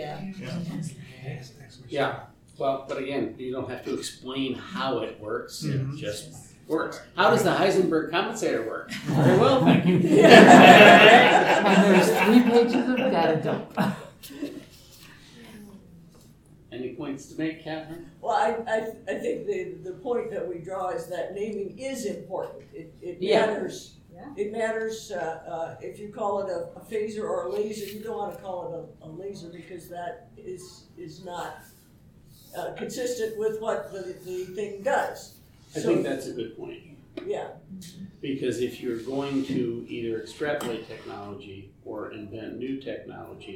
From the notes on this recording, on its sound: Recorded 11/10/2023 Live at TusCon 50